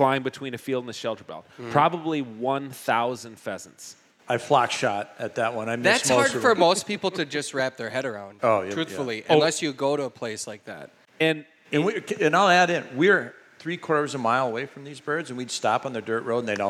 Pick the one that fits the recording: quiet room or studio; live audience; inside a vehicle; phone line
live audience